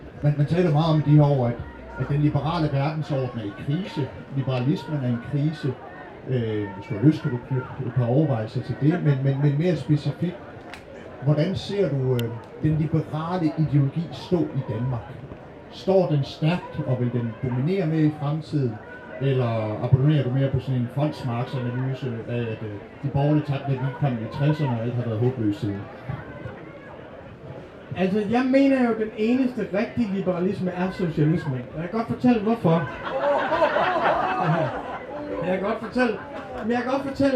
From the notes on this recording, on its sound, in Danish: Dette er optaget til et arrangement på Folkemøde 2023